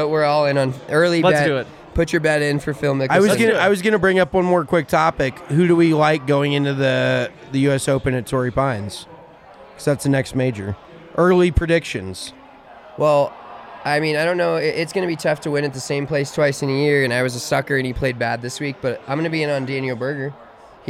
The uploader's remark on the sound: Coming at you live from the DNVR Bar for a live reaction and wrap up of the PGA Championship.